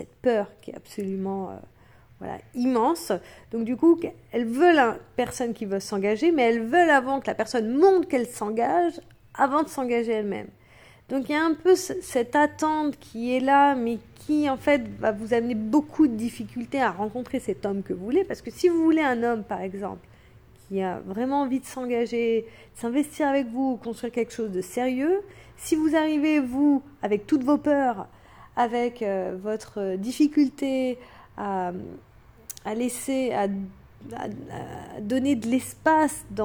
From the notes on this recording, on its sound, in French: Simple message vocal enregistré pour répondre à une question en storie Instagram.